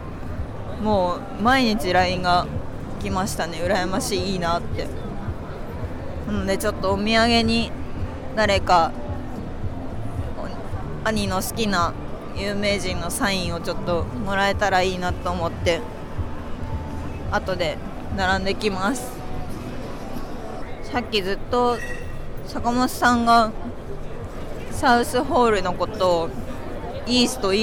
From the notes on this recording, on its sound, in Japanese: 引き続き、ロサンゼルス現地12/1～12/3に開催された L.A.Comic Con の現場からお届け。